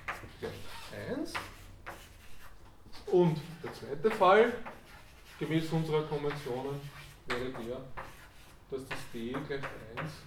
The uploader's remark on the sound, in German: Diese Vorlesung wurde von Studierenden aufgenommen